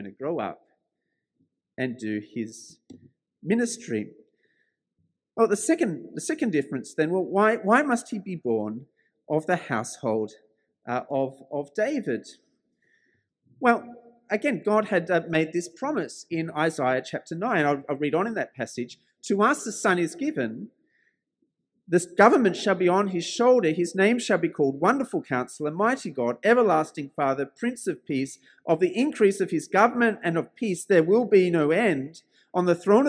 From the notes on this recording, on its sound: This sermon was preached at St George's Church, Penang on 19th December 2021.